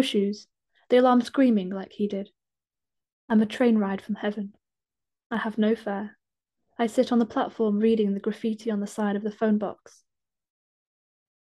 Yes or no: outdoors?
no